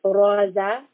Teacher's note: Ra is heavy, zay is light.